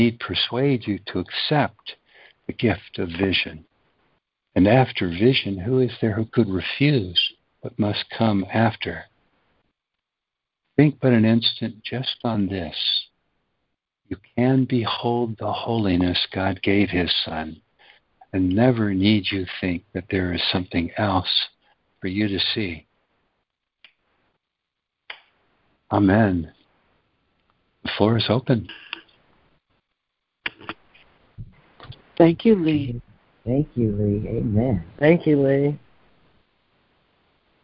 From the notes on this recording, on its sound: ACIM Daily Conference Call.